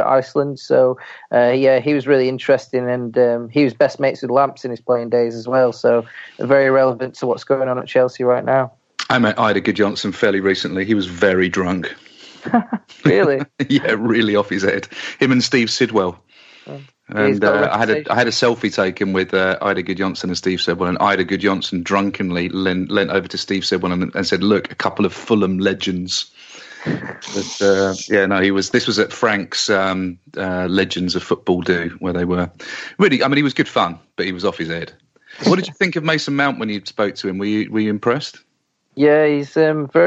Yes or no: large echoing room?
no